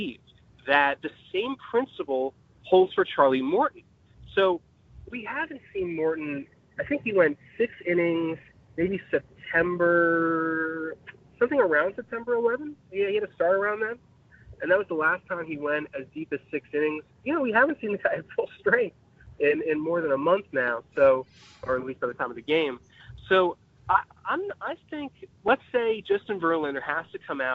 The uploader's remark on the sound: on the phone line